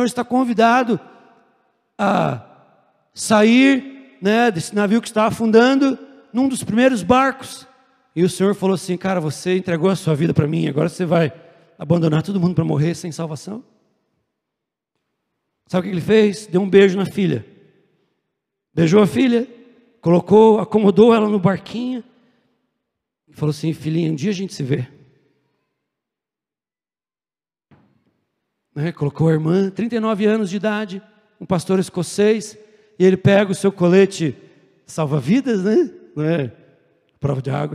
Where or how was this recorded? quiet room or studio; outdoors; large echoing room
large echoing room